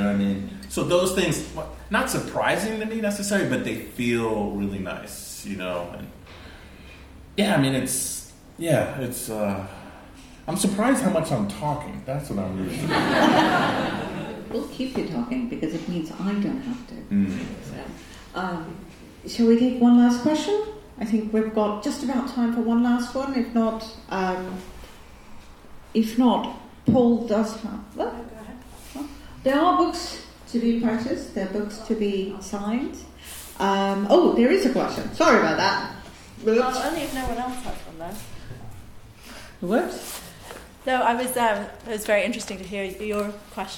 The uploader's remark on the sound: a sold out crowd at Sutton House in Hackney, London